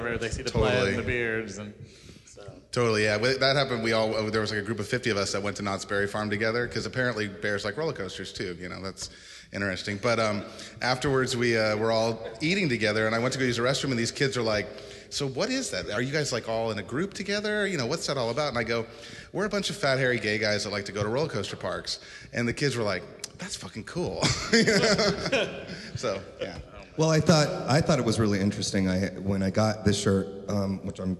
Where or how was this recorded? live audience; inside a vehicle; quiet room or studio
live audience